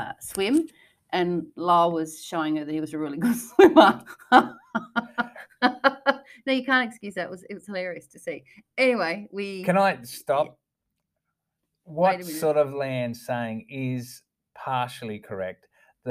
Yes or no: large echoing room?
no